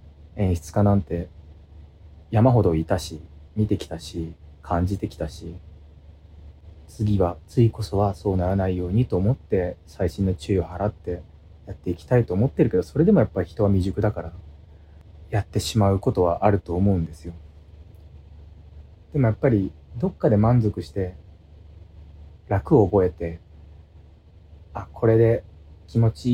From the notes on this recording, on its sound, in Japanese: 無菌室なので空気清浄機のノイズや音量バランス等お聞き苦しいかもしれませんがあしからず。